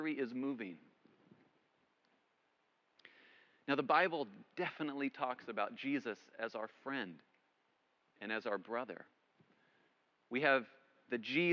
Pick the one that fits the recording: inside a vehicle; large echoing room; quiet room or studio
large echoing room